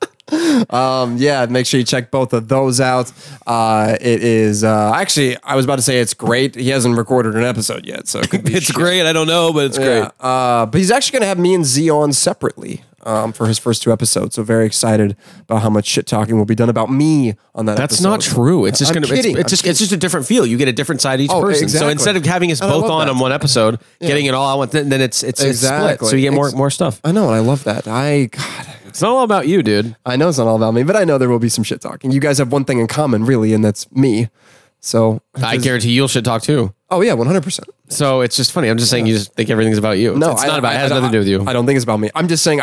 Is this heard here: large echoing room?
no